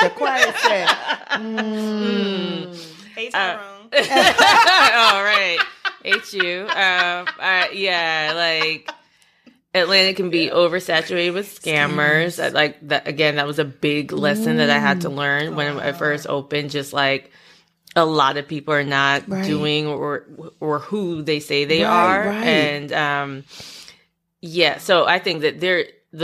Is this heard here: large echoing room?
no